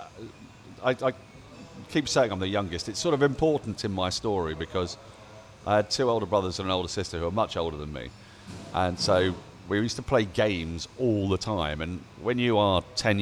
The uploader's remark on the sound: Recorded live from The Wheatsheaf Pub - Tooting.